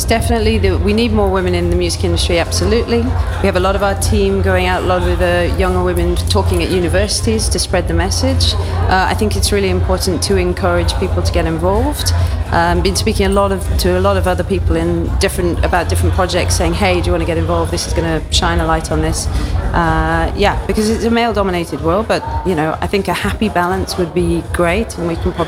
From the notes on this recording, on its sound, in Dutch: New Business Radio live vanuit Cannes. Live verslag van het Cannes Lions International Festival of Creativity 2023.